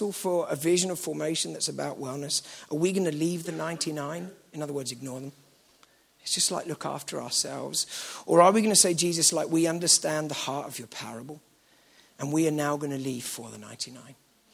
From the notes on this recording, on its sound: at the KXC Weekend Away